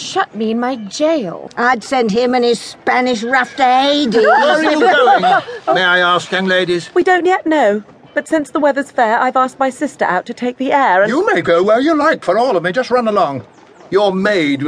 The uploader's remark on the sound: Format: Original Recording. A full-cast performance. Two of Molière's most popular plays see a modern performance from a talented cast in this live recording from L.A.